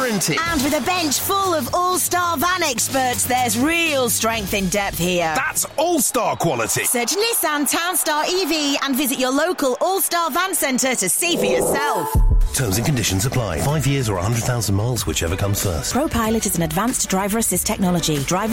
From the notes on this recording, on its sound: Post-Match Podcast from The Stands and Pub. We spoke to fans directly after Brentford's 3-1 victory against Luton in the pub and the stands.